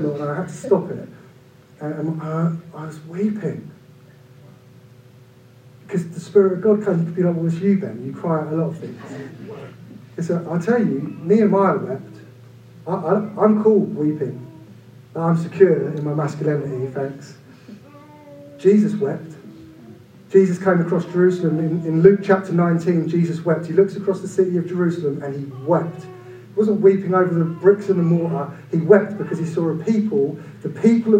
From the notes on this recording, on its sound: Due to technical difficulties this week we apologise for the reduced sound quality.